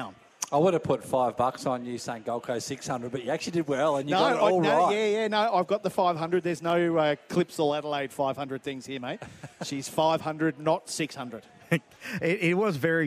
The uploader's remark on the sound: Ventured out of the studio to soak in the sights and sounds as we had our second on location live broadcast from The Star on the Gold Coast.